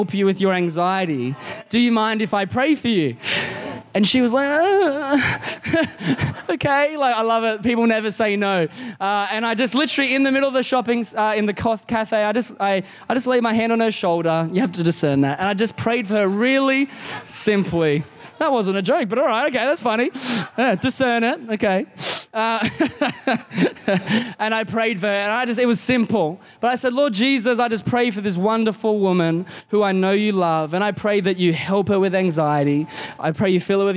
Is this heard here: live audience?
yes